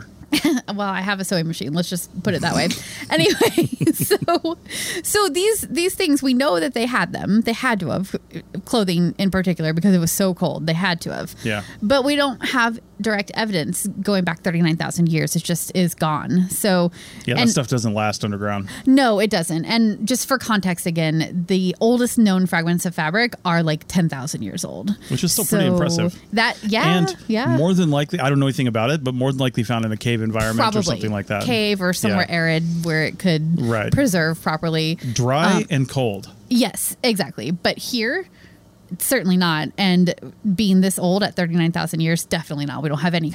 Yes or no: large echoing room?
no